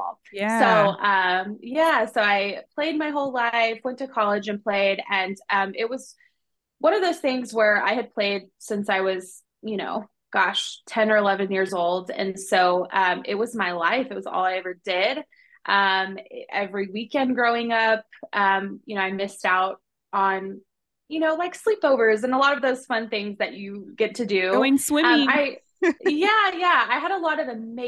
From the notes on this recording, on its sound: We got the amazing privilege to host a Zoom meeting interview with upcoming author.